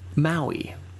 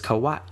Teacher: there's a hard stop between those two, usually vowels · Shown in: second take · Term: okina